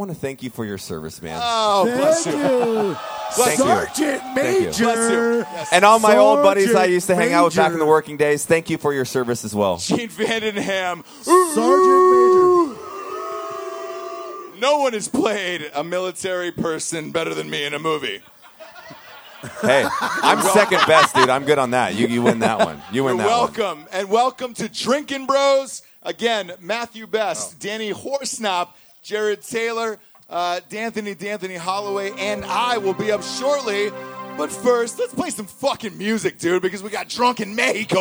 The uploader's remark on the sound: Live From The Drinkin' Bros Cruise Night #2!